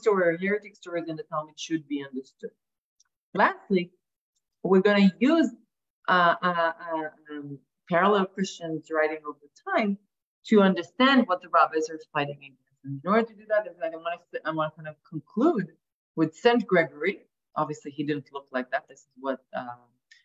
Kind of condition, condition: link, video call